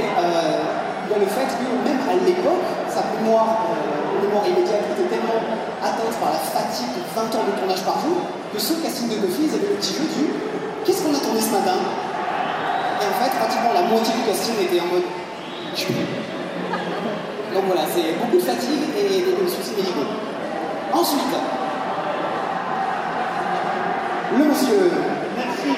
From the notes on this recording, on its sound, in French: Cinquième conférences enregistrées dans le cadre du TGS 2017. Conférence TGS 2017. Cinquième conférences enregistrées dans le cadre du TGS 2017.